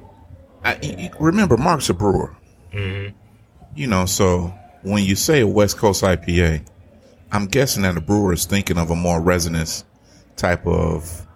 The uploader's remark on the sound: Live from One Under Craft Beer and Eats in Livonia